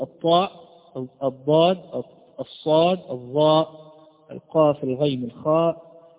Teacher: وترتيب هذه الأحرف من حيث القوة والضعف كالآتي: الطاء هي الأقوى على الإطلاق، ثم الضاد، ثم الصاد، ثم الظاء، ثم القاف، ثم الغين، ثم الخاء. إذا نطقتها على هذا الترتيب الذي قلته لك من قبل ستستشعر فعلا هذا الترتيب. · Term: التفخيم